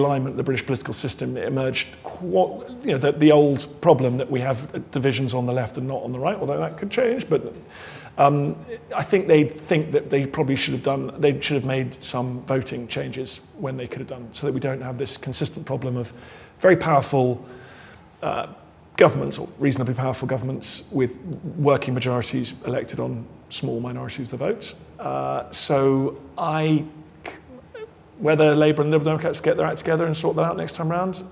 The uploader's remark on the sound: Live at the IfG Conference 2023. In a special live edition.